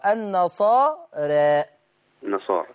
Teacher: الإمالة الصغرى اللي هو التقليل وسط ما بين الفتح وما بين الإمالة الكبرى